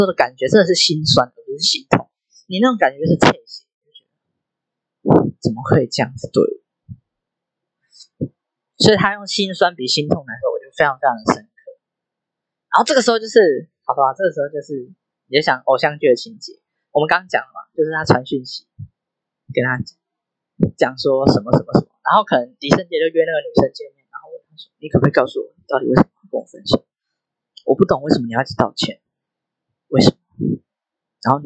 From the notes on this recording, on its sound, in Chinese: 我還在學習要怎麼剪輯跟降噪和錄音，第二支一定會好很多。另外因為我講話有一點慢所以有調整速度。